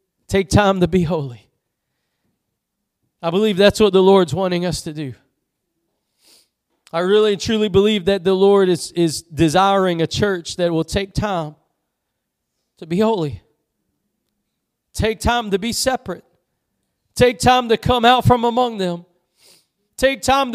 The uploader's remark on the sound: Preached at Gospel Lighthouse in Bossier City, La.